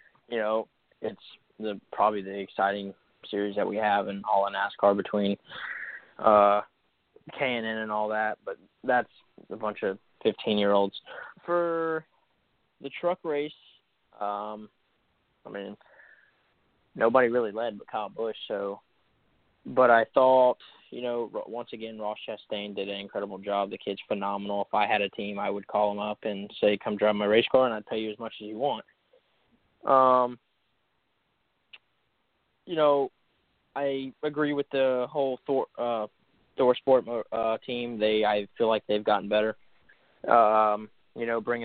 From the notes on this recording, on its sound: We'll also take your phone calls.